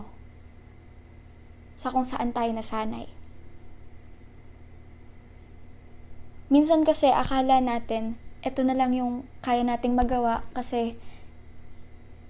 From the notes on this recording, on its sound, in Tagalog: sorry sa background noises hehe pero sana naging clear pa rin:)